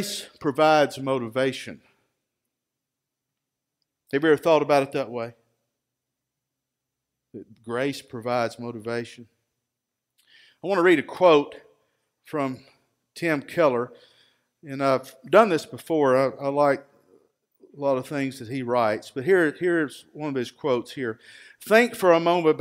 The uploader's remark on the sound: Recorded live at Freedom Fellowship Church in Tontitown, Arkansas on Sunday, November 8, 2020.